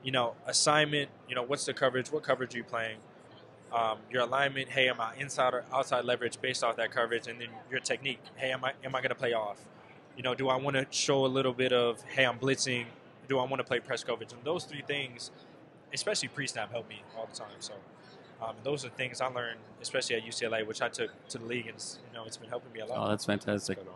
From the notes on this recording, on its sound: live on Radio Row in Las Vegas leading up to the Super Bowl